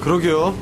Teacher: although it is a response and not a question, sometimes the expression's intonation may resemble that of a question